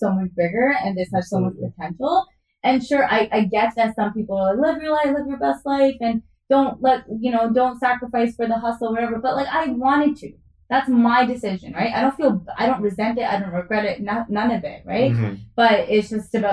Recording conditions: poor microphone